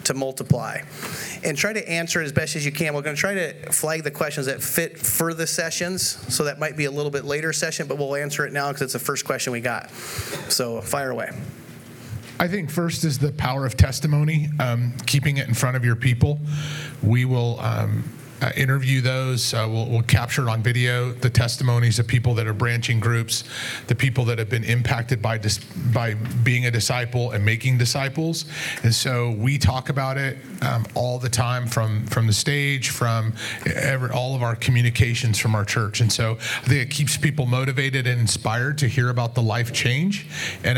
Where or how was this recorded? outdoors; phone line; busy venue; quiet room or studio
busy venue